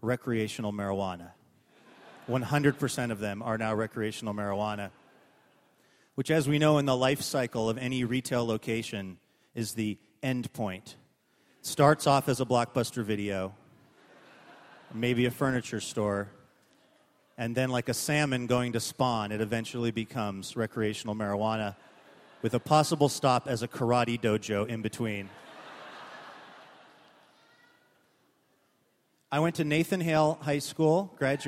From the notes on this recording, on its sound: the uncut event Ampersand Live record at Town Hall Seattle